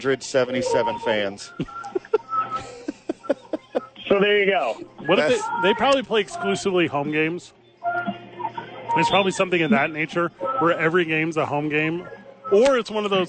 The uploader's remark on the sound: Live from AXE ABQ.